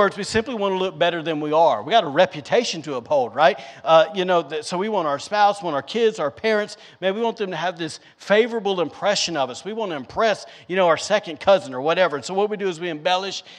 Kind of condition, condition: setting, large echoing room